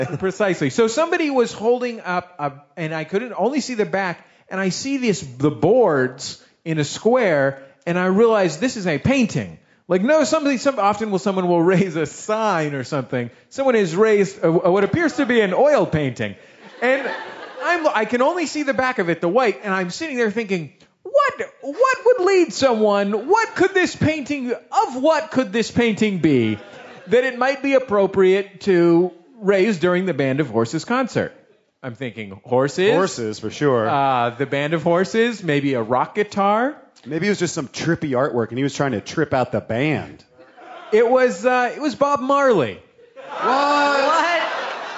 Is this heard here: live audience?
yes